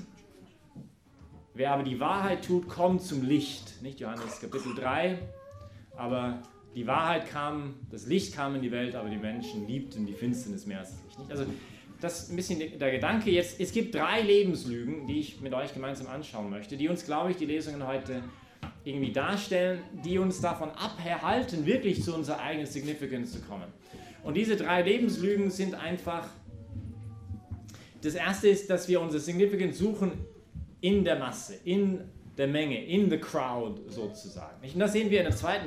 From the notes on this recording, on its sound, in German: Dies ist die Predigt von der Messe am Sonntag, den 22. Im Zentrum Johannes Paul II.